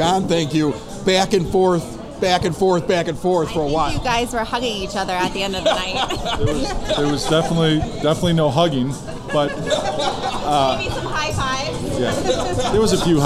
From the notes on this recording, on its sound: Some cool cars also were on display this past weekend, and we have the audio from Evergreen Park's American Legion.